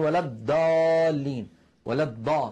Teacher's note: هذه دال مفخمة، لأن الذي ينطقها هكذا يجعل ضغطه واعتماده على طرف اللسان.